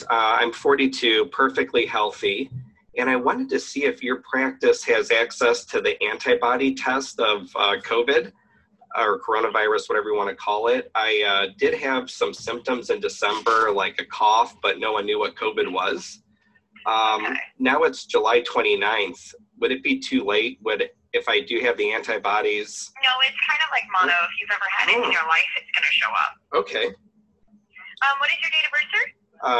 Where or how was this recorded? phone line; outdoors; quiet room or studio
phone line